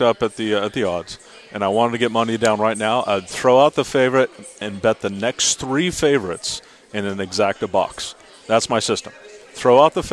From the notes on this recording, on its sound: live from The Breeders' Cup at Santa Anita Park in Arcadia, CA!